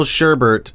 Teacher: Sherbert with an additional R in the second syllable and pronounced sherbert is less commonly used, but apparently also counts.